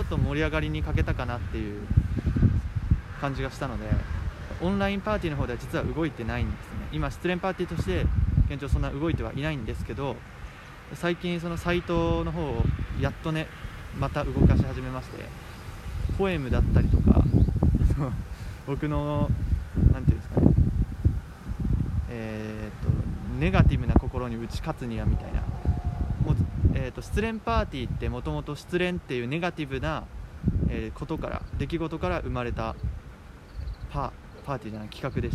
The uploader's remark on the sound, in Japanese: 風の音で一部音声が聞き取りにくくなっている為BGMを切っております。Anchor←このアプリで収録してます。